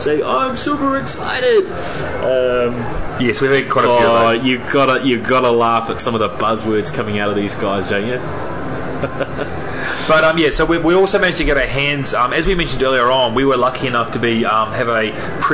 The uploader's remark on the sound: This special edition of the NZ Tech Podcast reports lives from Microsoft’s Worldwide Partner Conference (USA).